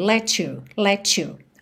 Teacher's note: Na junção de let com you, você acaba tendo um pouquinho de to